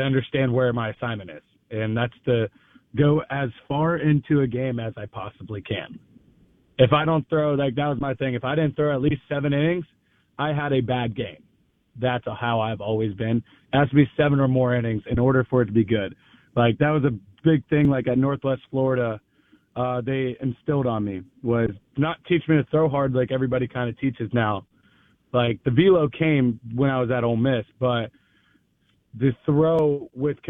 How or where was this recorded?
phone line